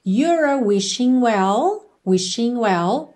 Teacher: o G de wishing não é pronunciado